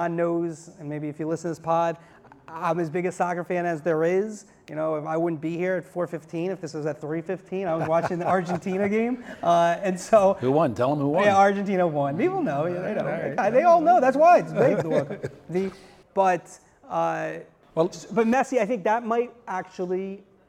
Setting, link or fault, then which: setting, live audience